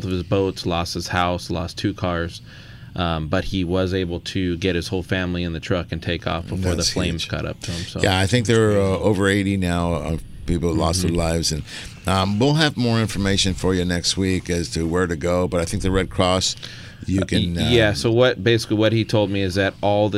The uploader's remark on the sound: "LIVE" from Angel Stadium in Anaheim, CA